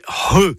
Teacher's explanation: En premier, vous verrez une lettre que vous connaissez, mais que vous ne prononcez pas bien. C'est le C'H, qui sert à écrire le son re, et donc pas che ni que, c'est re. C'est un gros H aspiré. Pensez à un hangar, hein, voilà, comme ça, ça va vous aider.